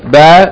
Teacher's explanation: you don't tighten the lips as much as for meem. Meem, you have to tighten the lips.